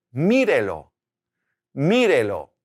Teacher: Keeping the stress on the I, putting that accent there.